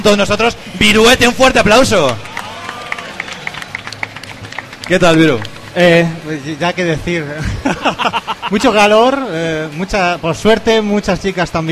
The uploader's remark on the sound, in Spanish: En directo desde Expomanga